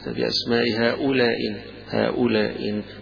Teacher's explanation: قراءة ثالثة بالإسقاط، يسقط الهمزة الأولى